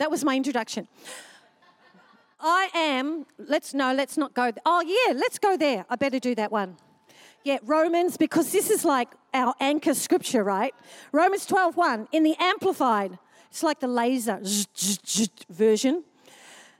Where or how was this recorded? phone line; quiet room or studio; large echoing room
large echoing room